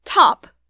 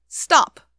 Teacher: So that T in top that does have a puff of air is called an aspirated T, and the T in stop is called an unaspirated T.